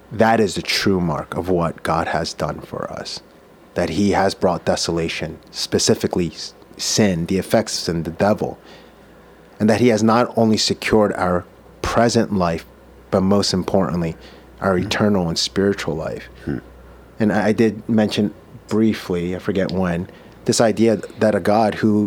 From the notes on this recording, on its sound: from Mercy Hill’s pulpit on December 11, 2022